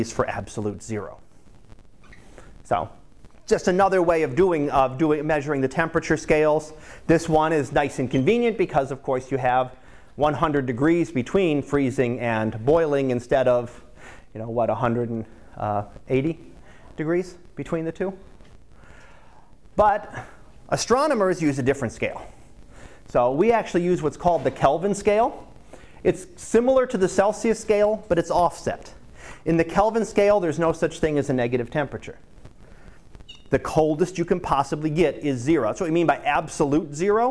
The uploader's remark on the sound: Live Class Lecture